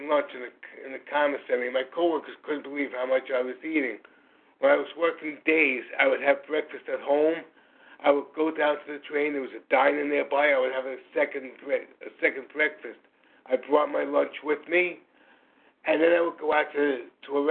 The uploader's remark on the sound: From the 100 Pounders Phone Meeting, 2/14/24. Qualification from the 100 Pounders Phone Meeting.